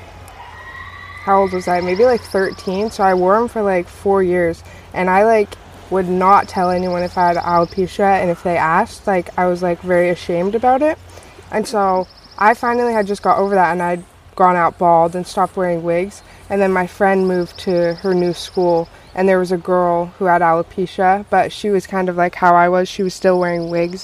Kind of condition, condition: fault, sounds in the background